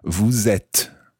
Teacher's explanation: when you follow vous with et, you pronounce the S of vous